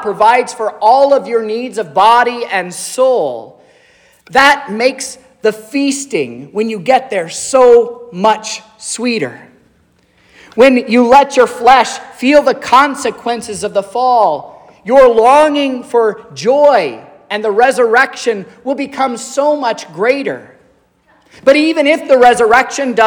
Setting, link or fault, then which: setting, large echoing room